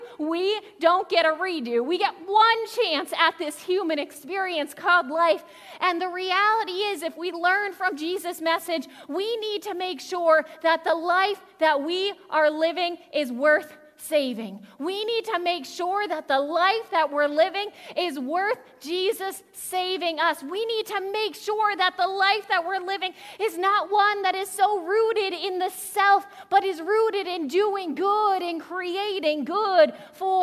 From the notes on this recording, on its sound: Audio from the second half of the 9am worship servcie. Zion United Church of Christ.